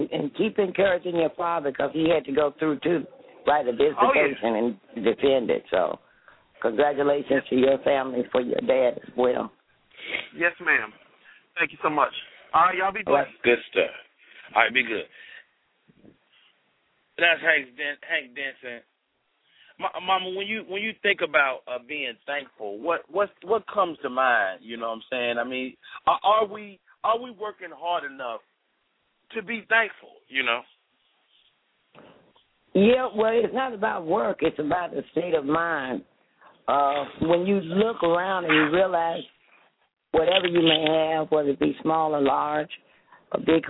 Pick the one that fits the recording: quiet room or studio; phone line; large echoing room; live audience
phone line